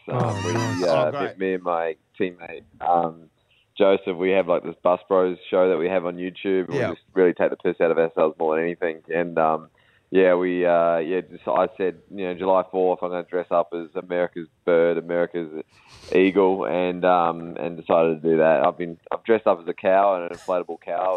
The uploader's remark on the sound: joined us on the phone